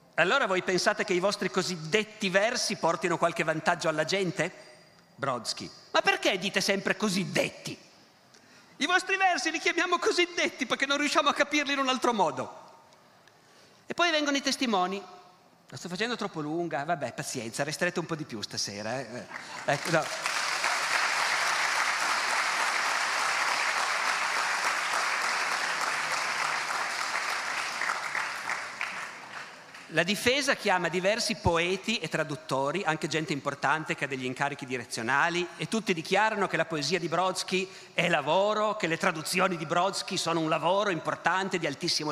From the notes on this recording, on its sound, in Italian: Evento organizzato dal Festival della Mente a Sarzana